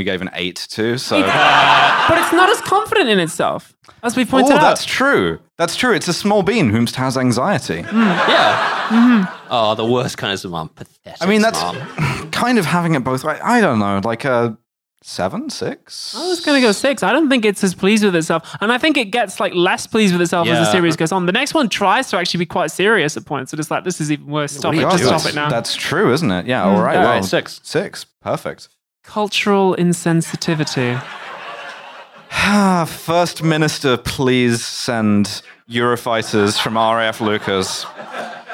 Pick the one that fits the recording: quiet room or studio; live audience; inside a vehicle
live audience